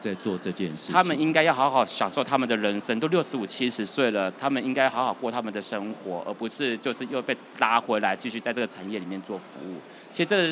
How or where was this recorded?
busy venue